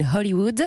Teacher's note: J'ai tenté le Hollywood avec le H aspiré.